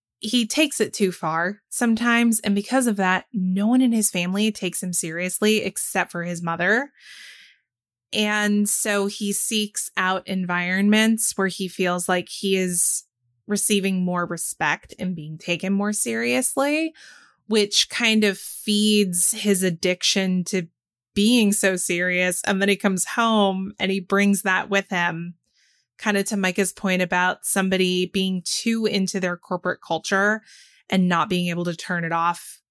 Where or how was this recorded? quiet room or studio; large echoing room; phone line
quiet room or studio